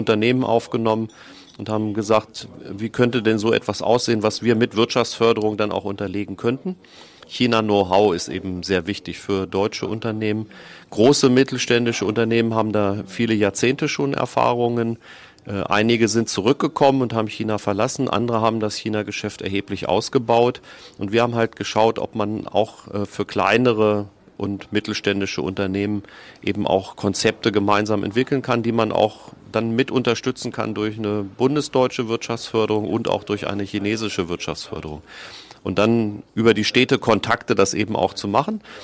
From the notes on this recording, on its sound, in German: Live Interview im Laden der der Hannoverschen Kaffeemanufaktur